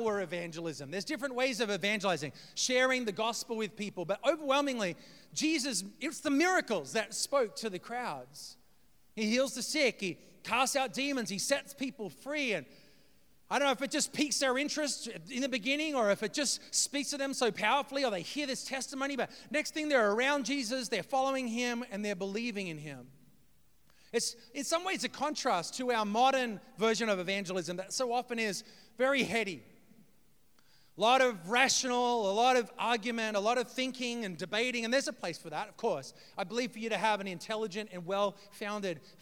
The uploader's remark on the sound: preached this message on February 26th at our Downtown community